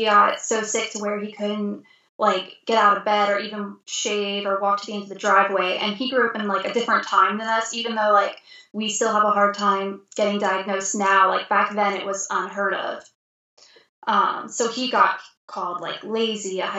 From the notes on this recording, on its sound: Our Skype call was internet cursed